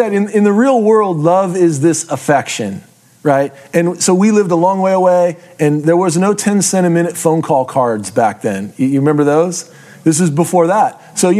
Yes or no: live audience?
yes